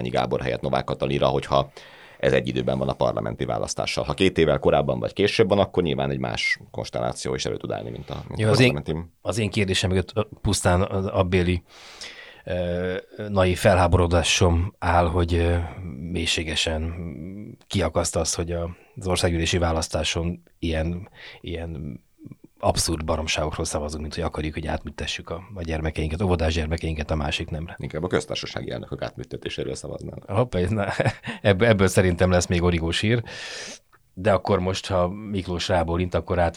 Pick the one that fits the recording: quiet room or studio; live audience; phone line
quiet room or studio